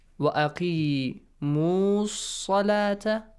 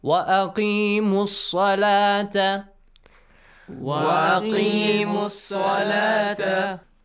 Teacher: you also need to skip the long vowel. You should change it to a short vowel. Make it or sound like a for one count, okay?